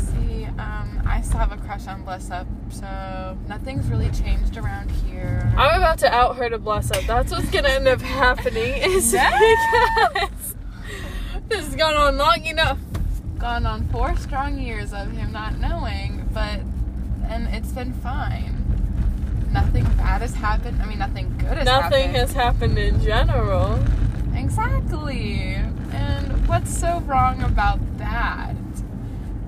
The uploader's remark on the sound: Sorry for the bad audio but in this episode you join us while we drive around